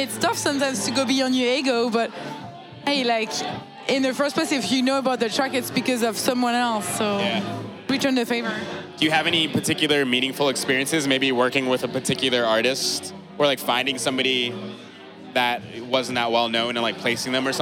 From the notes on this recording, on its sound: Recorded on November 7, 2018 at Kinfolk 90 in Brooklyn, NY. Basslines & Banter is a visual podcast that is recorded live at the party which shares the same name.